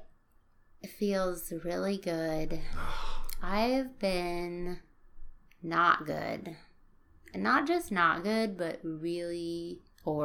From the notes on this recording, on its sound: (Sorry for the ambient noise.)